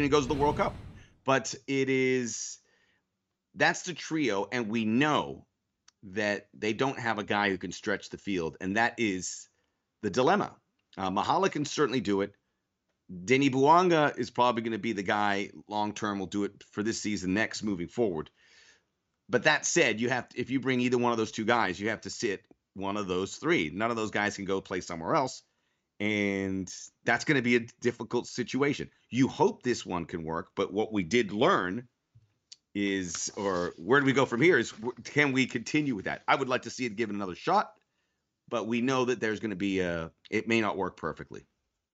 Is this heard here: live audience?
no